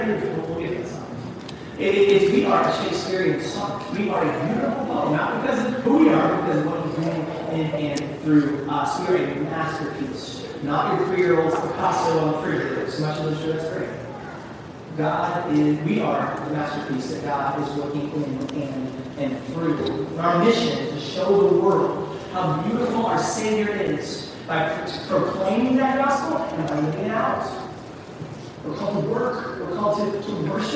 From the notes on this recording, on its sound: Easter Sunday - apologies for the poor audio quality!